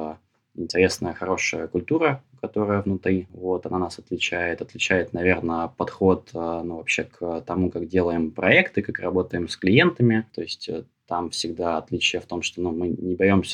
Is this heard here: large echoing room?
no